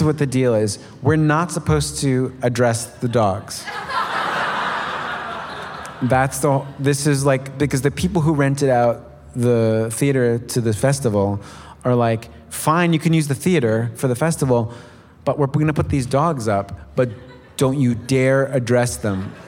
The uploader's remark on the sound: We announced this surprise Talkhouse Podcast live episode at Life is Beautiful less than 45 minutes before it started. By the time the venue where we were recording opened its doors, an impossible line snaked through rows of metal dividers, down the block, and out of sight around the corner.